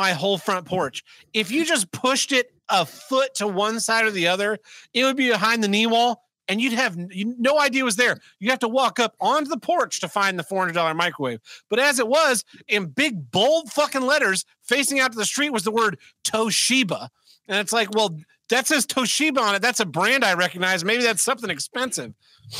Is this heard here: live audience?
no